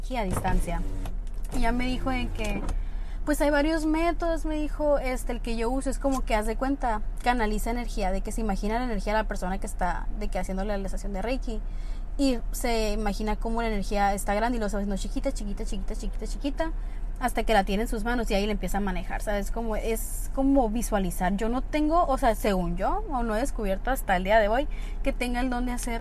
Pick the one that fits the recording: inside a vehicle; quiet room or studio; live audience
inside a vehicle